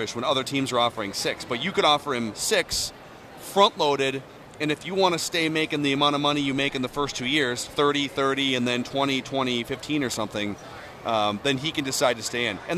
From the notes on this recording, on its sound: live from Radio Row